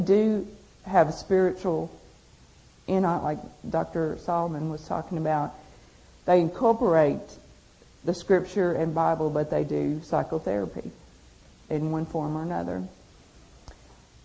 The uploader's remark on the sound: At a GFI conference